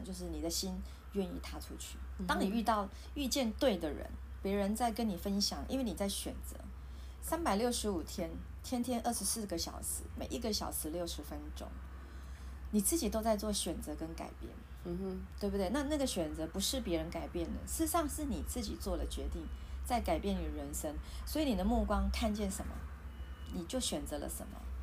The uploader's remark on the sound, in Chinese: 錄音設備：iPad Pro 2020